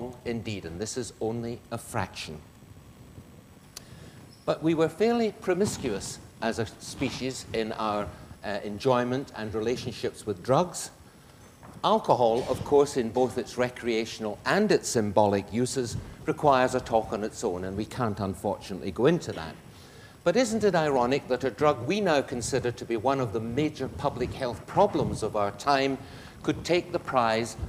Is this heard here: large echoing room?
yes